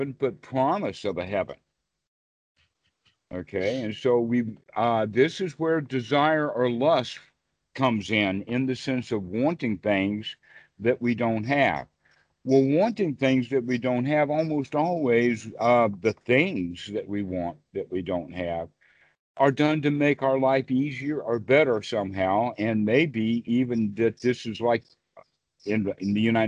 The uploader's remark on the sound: skype calls on this channel